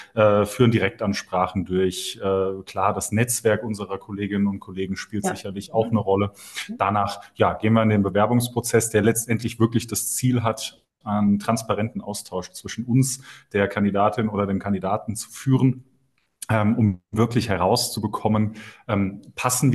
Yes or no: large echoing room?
no